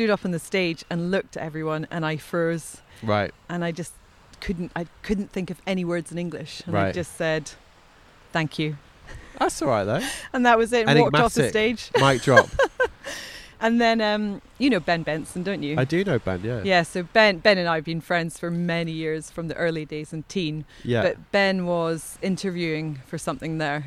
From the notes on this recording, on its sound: We recorded this one on Brighton beach in mid May